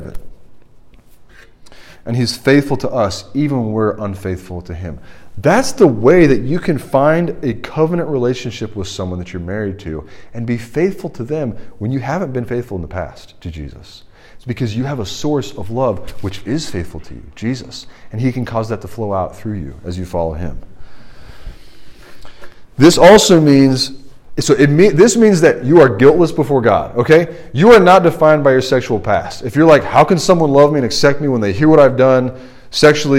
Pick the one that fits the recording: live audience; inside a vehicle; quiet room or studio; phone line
live audience